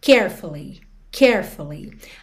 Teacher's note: E a palavra carefully, normalmente, quando você fala essa palavra, a sílaba tônica é a primeira